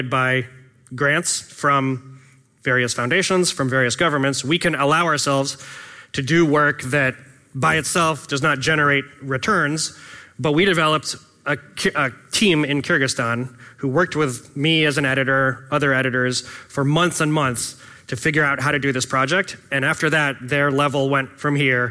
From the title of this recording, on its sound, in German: Mitschnitt von der DOSSIER-Konferenz 2023